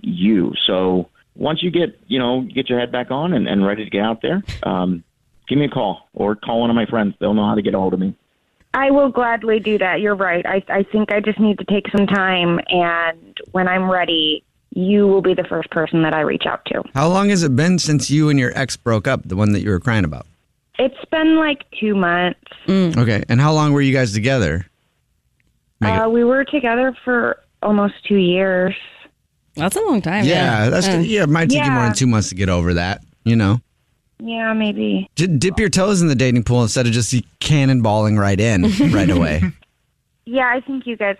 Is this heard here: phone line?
yes